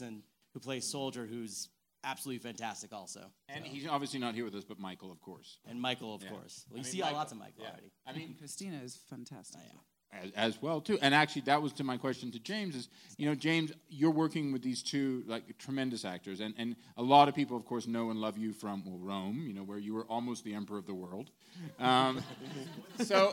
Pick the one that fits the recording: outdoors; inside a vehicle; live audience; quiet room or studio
live audience